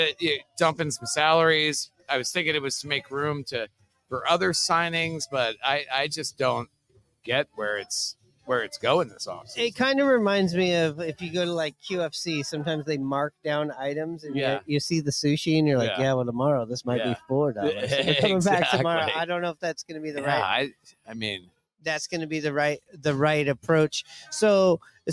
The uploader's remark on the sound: Recorded on location at Last Call in Fremont.